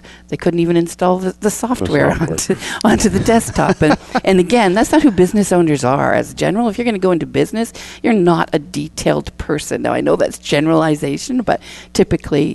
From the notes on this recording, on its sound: Live Broadcast at the The IPBC IGNITE Conference.